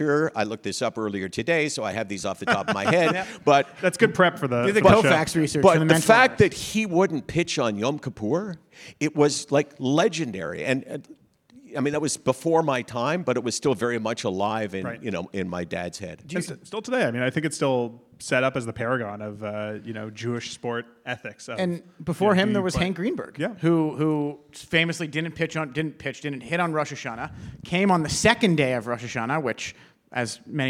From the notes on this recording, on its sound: Special live episode of Menschwarmers , recorded at the Prosserman JCC in Toronto on Sept. This is the first in a series of live conversations hosted by The CJN and the Prosserman JCC. Special live episode of Menschwarmers , recorded at the Prosserman JCC in Toronto on Sept.